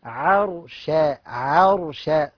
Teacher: عين مرققة والراء مفخمة، مش عرش مفخم الشين والعين عشان خاطر الراء